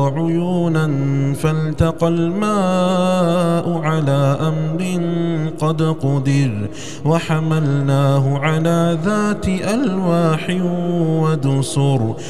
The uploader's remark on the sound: recorded at Green Lane Masjid, Birmingham, UK